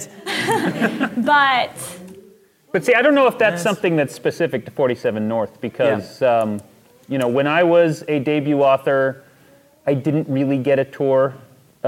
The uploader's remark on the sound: joined us in front of a live audience it Sasquan (the 73rd World Science Fiction Convention)